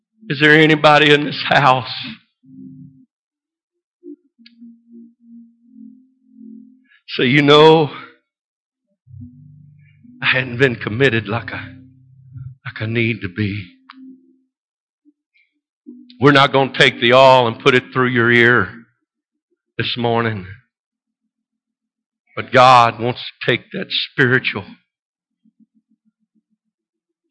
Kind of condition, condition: setting, large echoing room